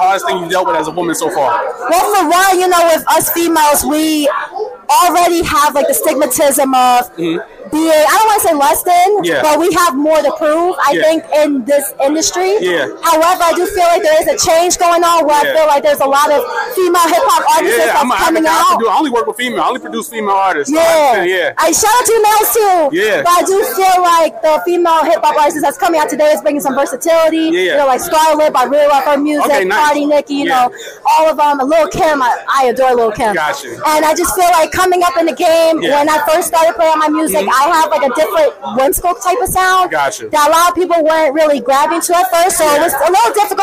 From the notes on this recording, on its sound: live at the Tunage Showcase